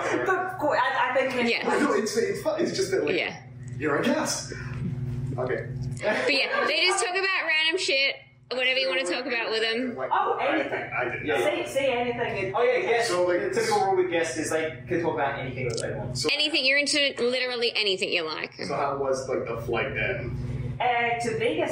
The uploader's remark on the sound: Here's an impromptu episode that we recorded live at the Great Night Studio! It was recorded on an iPhone so that's why it sounds crappy.